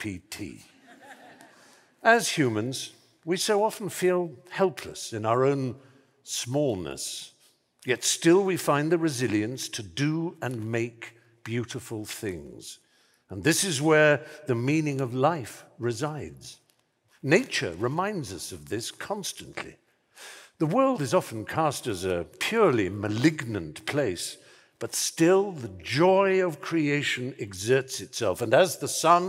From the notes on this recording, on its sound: performance at Letters Live 10th Anniversary show at the Royal Albert Hall on 16th November 2023